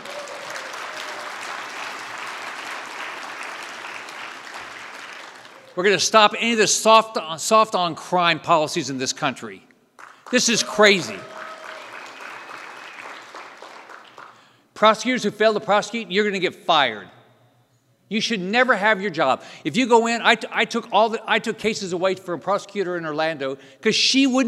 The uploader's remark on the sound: NatCon 3 Miami. Keynote address at the Miami National Conservatism Conference on September 11, 2022.